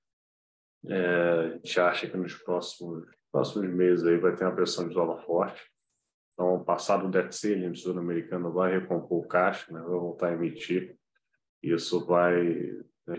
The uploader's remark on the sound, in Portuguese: realizamos a conferência pelo zoom com transmissão simultânea pelo YouTube